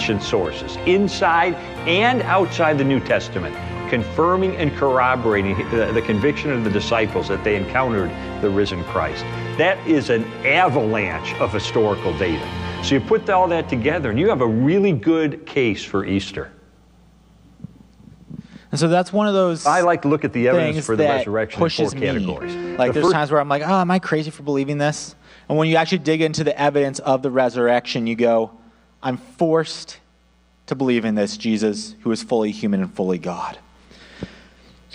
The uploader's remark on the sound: audio only recording of our service